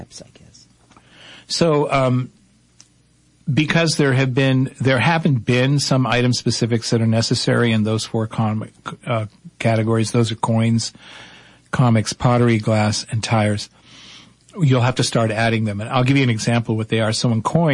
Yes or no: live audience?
no